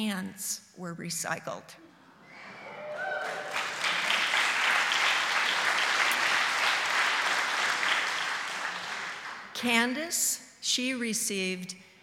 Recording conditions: live audience